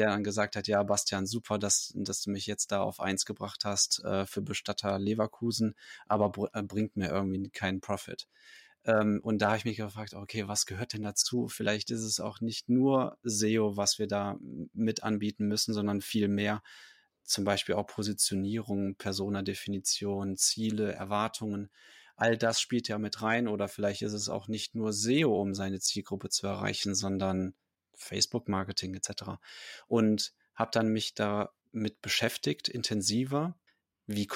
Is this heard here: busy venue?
no